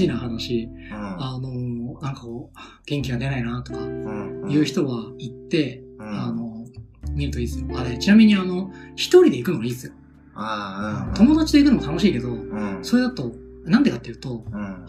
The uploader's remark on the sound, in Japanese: 慣れない環境で録音したので、膨れたような音質で聞きづらくすみません